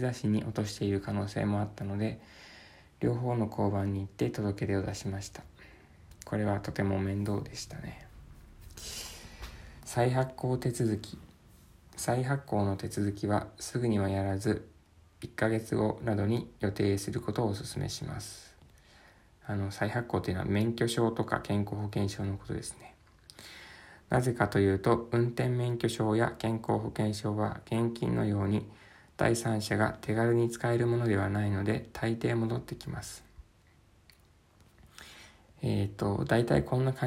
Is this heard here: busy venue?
no